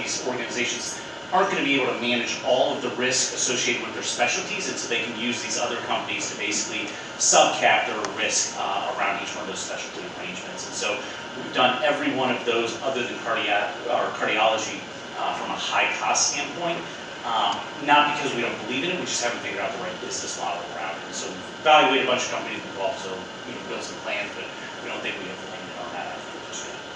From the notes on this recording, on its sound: At the Digital Health Dinner and Keynote the night before the 19th annual Healthcare Private Equity and Finance Conference.